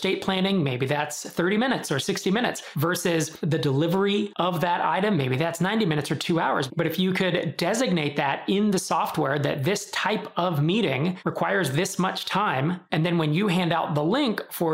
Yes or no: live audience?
no